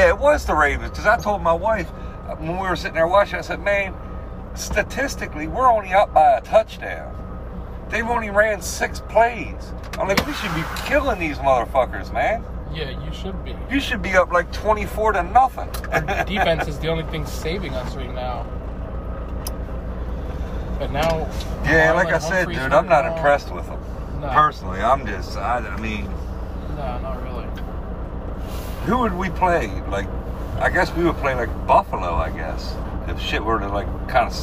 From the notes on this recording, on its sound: Still hangin and bangin in the truck